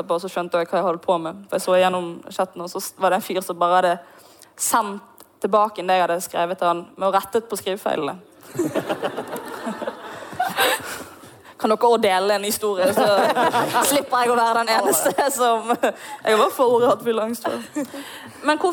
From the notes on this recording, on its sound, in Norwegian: Podcasten er spilt inn live på studentsamfunnet Driv i Tromsø med publikum i salen.